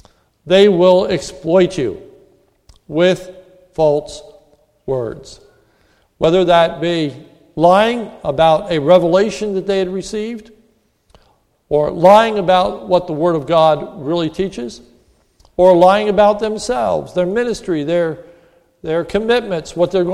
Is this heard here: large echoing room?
yes